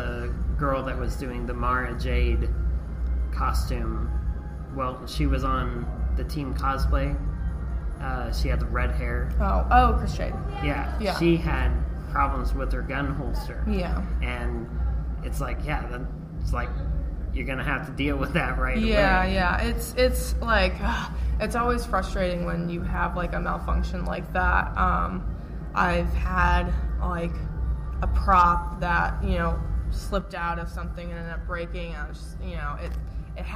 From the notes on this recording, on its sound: At Planet Comic-Con it was noisy, but I think the audio is just right.